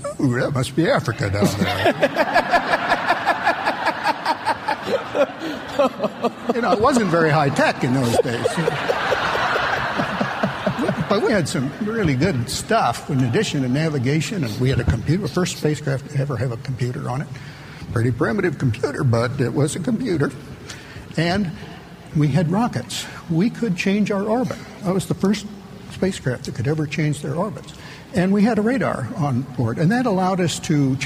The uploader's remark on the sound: a live recording from a 2002 Buffini & Company MasterMind Summit